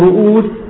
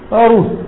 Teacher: في بعض اللغات تخفف الهمزة وتحذف كليا · Shown in: second take · Term: تخفيف أو تسهيل الهمزة